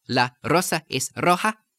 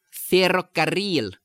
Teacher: There's the R, one tap, and then there's the R, spelled with the double R, which is the two tap. So it's the difference between one tap, la rosa es roja, and ferrocarril, which means railroad or iron carriage, or burro, where you have the double R and you have more of a trill, more than the one tap.